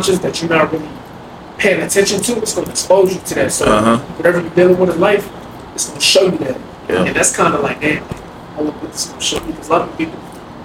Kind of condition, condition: setting, outdoors